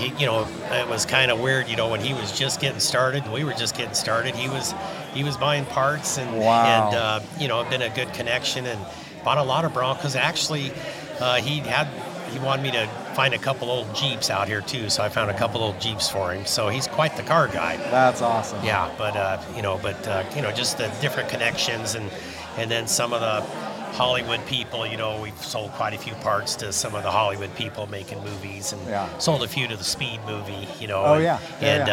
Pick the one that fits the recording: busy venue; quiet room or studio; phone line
busy venue